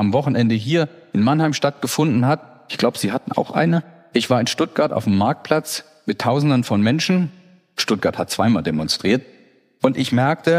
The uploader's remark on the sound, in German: Bei einer gemeinsamen Veranstaltung des Mannheimer Morgen und der Reiss-Engelhorn-Museen in Mannheim. Diskutierte anschließend mit dem Publikum.